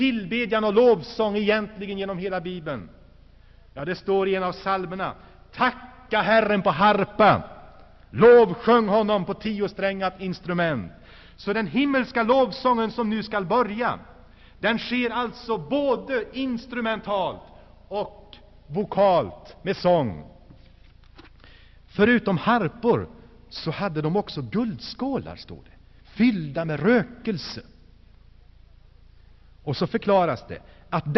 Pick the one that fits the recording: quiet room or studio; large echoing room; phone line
large echoing room